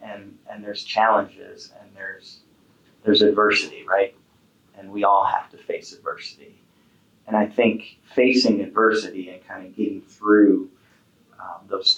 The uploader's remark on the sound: Apologies about the poor audio quality due to some technical difficulties.